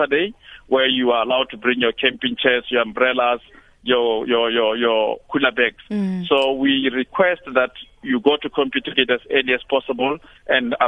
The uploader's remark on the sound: Guest (phone)